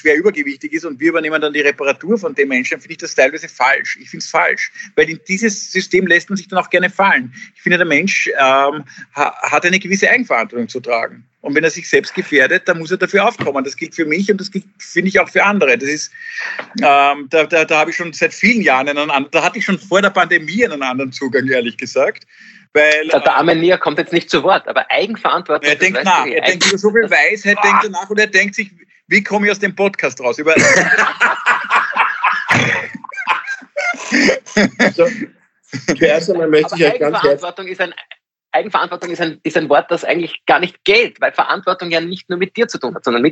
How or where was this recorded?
video call